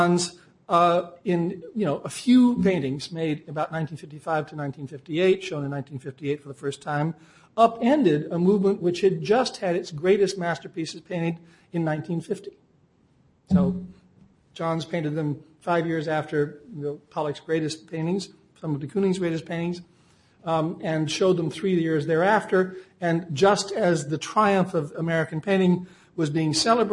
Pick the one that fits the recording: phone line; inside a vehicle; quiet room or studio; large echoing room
large echoing room